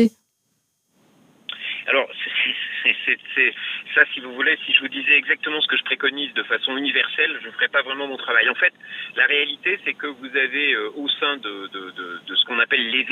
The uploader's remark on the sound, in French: Par téléphone. A l'occasion de la journée spéciale des aidants actifs sur Vivre FM.